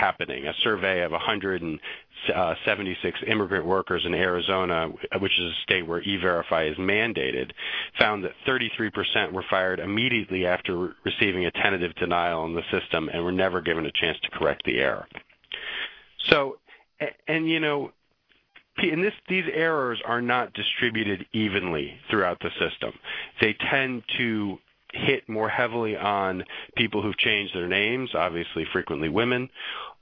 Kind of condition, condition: link, phone line